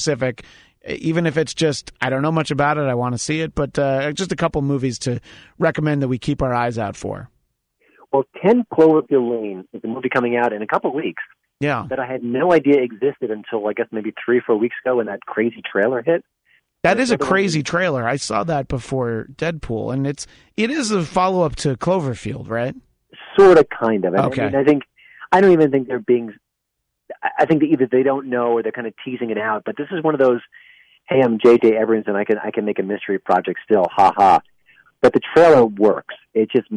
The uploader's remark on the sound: joined via telephone